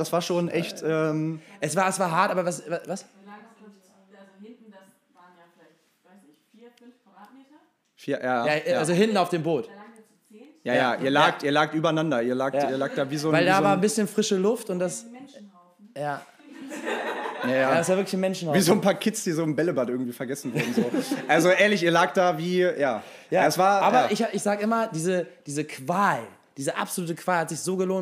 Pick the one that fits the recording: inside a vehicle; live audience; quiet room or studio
live audience